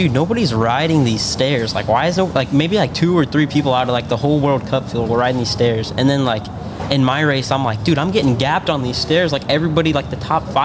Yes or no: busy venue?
yes